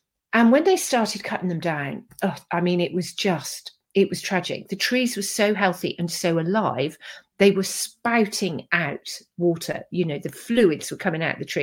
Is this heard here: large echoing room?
no